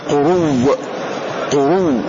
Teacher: ويدغم فيه الواو والياء مبدلا إذا زيدتا من قبل حتى يفصلا، فيبدل الهمزة واوا ويدغم الواو التي قبلها فيها